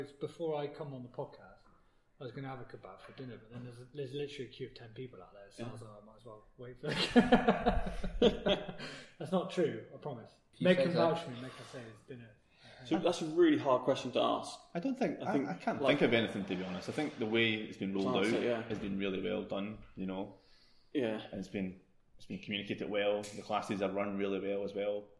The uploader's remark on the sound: On location from the gym.